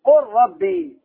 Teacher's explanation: انظر الآن التعريف قلنا اللام الفعل تكون ساكنة وتكون متطرفة يعني في آخر الكلمة الأولى وتأتي في الكلمة الثانية راء تدغم اللام هذه تدخل في الراء إدغاما كاملا ما يبقى في اللام شيء